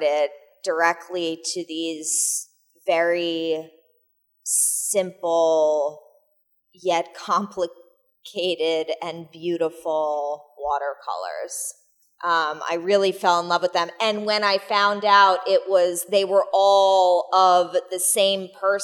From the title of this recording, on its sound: Live at The New York Studio School